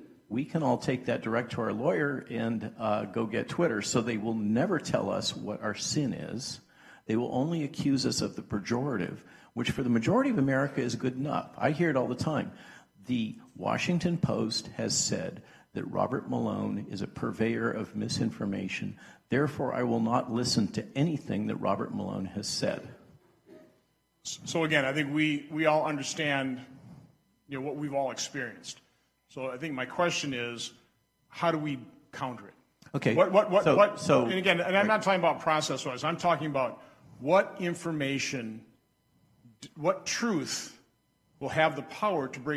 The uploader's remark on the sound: a live event at Hillsdale College in Washington D.C.